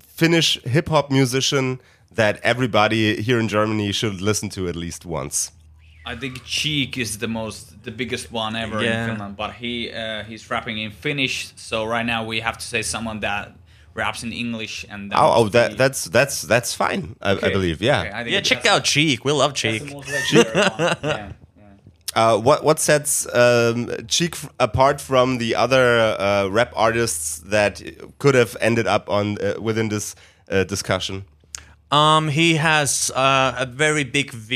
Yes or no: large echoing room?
no